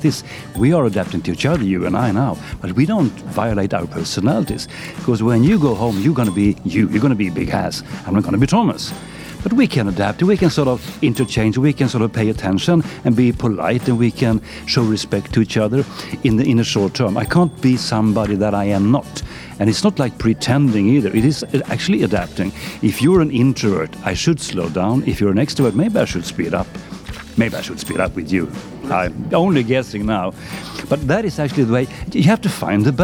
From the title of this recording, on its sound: Live from SIBF 2023